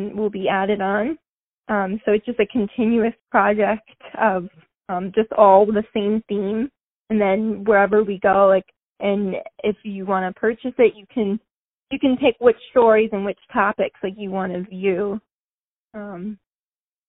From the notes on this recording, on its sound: On the phone